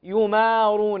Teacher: الميم هنا مرققة وليست مفخمة، الخطأ في تفخيمها، اللحن في تفخيمها